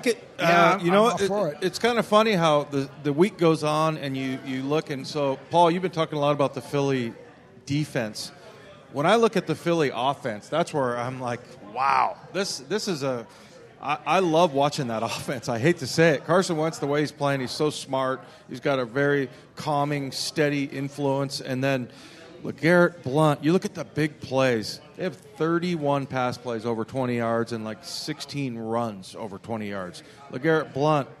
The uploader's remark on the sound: Seahawks Weekly live at Pearl Bar and Dining